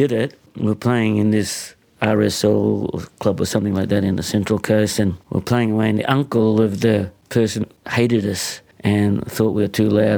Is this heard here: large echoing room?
no